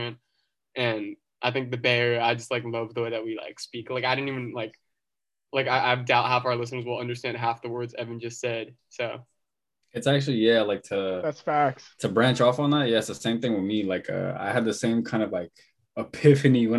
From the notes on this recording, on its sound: Hop on Zoom.